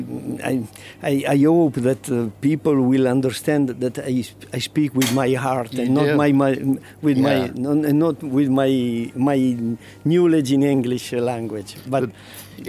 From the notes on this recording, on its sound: Reports live from Bra Cheese.